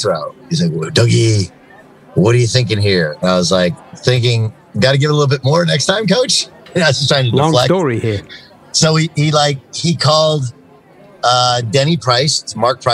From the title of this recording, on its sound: LIVE from Bally's in Atlantic City!